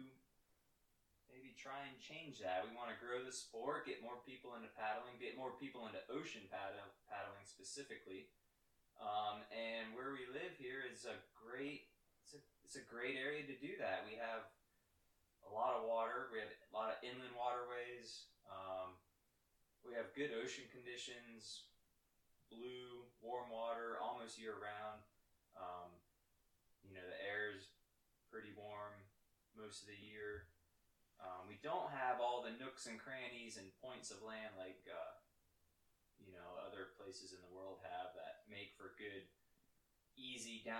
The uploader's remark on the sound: Sorry for the audio quality...